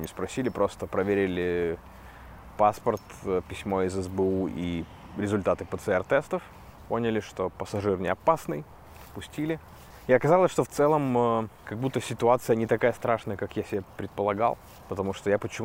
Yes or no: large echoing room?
no